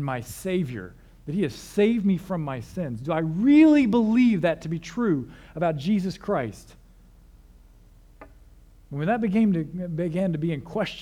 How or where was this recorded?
large echoing room